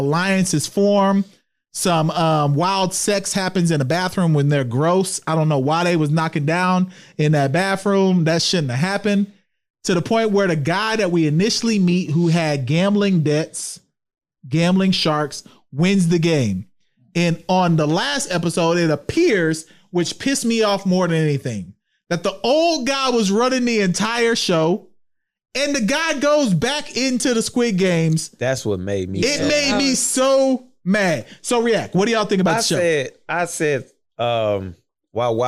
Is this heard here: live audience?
no